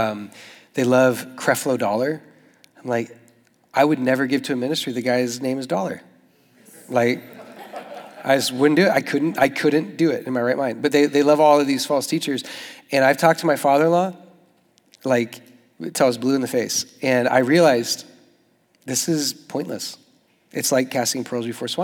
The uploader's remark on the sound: Young Adults Retreat: SFYA 24. South Florida Young Adults Conference 2024 workshop.